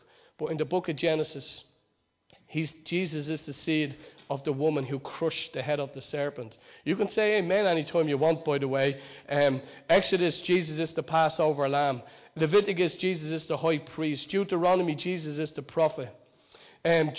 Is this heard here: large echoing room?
yes